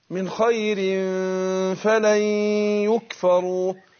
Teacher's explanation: الفاء بتخرج من بطن الشفه السفلى مع الثنايا العليا، هو ده مخرج الفاء.